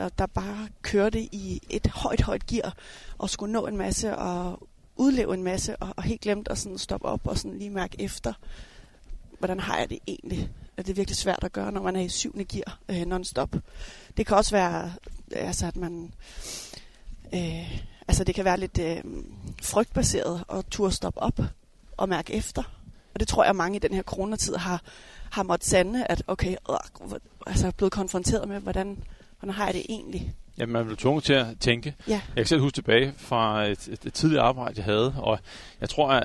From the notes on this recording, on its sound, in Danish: Podcasten er optaget som en walk & talk i Dyrehaven.